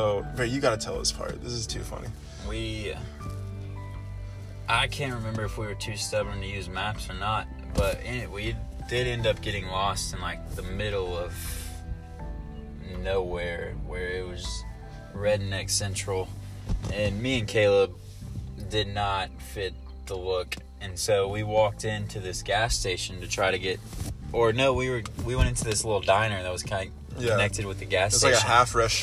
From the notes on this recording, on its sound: Recorded in my truck so ignore the background noise haha.